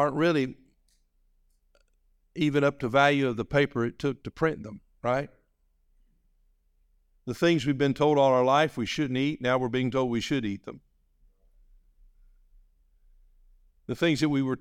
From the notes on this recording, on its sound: This message was delivered on January 7, 2024, during our evening service.